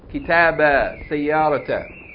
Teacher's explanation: You're going to pronounce it as though the alif is elongating the fatha vowel.